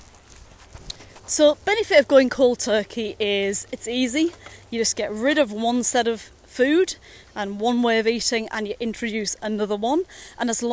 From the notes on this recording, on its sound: Dad bod walking is a series of short podcasts recorded during daily walks with my business partner.